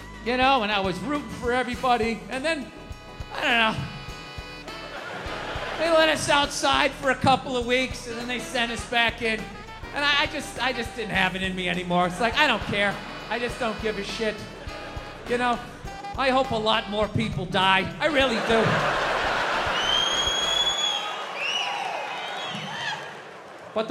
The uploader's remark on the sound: Live at Red Rocks (2022). Sped up 1.15x, intro/outro trimmed, Up Beat Smooth Jazz Saxophone Instrumental audio added.